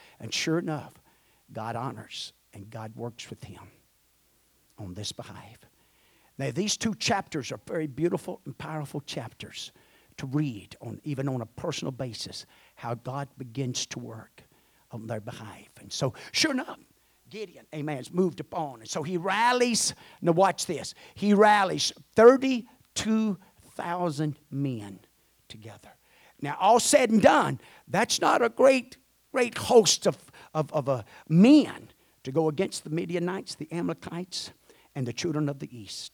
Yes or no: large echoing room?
yes